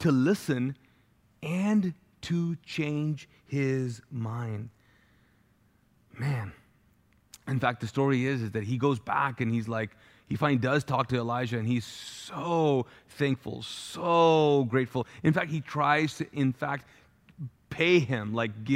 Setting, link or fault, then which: setting, large echoing room